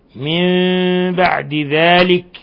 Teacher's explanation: ثم يتولون، ثم من مشددة تغني مقدار حركتين، ثم يتولون من بعد ذلك، من بعد إقلاب، حكم التجويد إقلاب، نون ساكنة جاء بعدها الباء حيث قلبنا النون الساكنة ميما مخفى